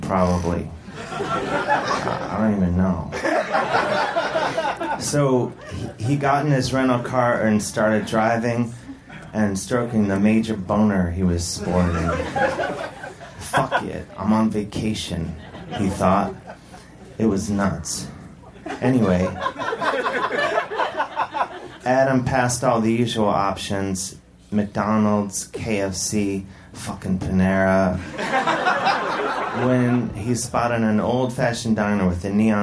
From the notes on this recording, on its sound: Recorded Live at Union Hall in Brooklyn, March 21, 2015.